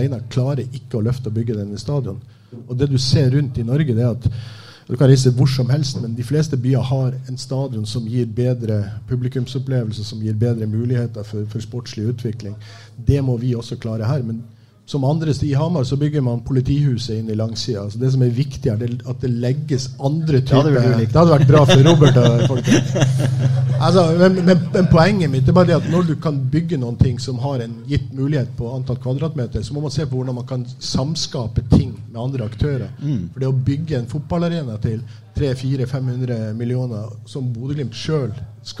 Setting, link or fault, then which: setting, busy venue